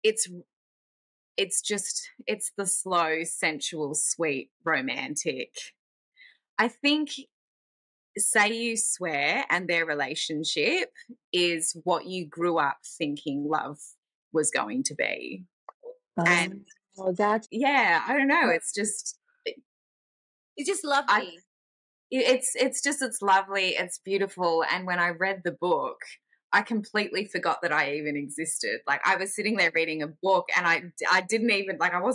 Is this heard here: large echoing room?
no